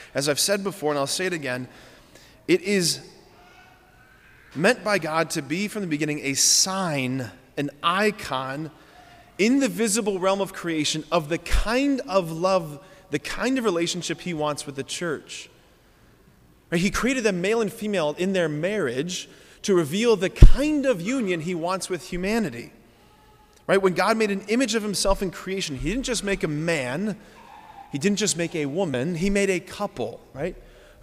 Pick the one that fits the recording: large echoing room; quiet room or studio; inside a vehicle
large echoing room